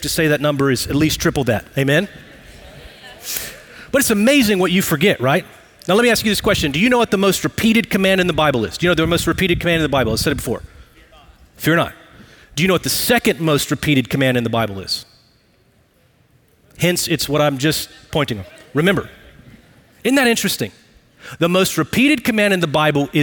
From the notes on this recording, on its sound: Recorded live at Brookwood Church.